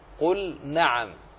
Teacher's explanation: لام ساكنة وقعت بعدها النون، لا تدغم، بل أظهر وقرأ قل نعم، بل واحرص على سكون اللام كما مررنا في ضللنا، ضللنا وجعلنا، فلا تدغم اللام الساكنة في النون.